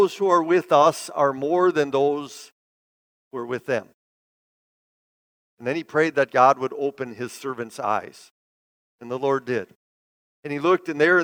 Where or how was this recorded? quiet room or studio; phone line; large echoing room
large echoing room